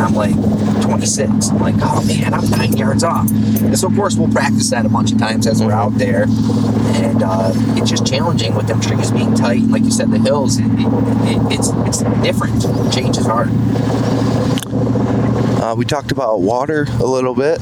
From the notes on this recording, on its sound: On this episode we take you in the truck ride out west to Colorado for the boys archery elk hunt.